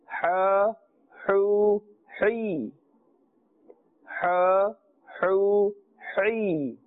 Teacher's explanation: Do you remember the makhraj of ha? This is from the center of the throat. Therefore, we should not say ha.